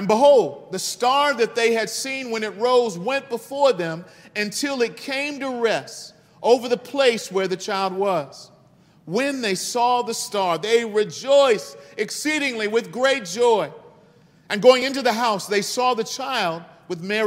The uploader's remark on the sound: This message was delivered on December 4th 2022 at New City Fellowship West End. Louis, MO.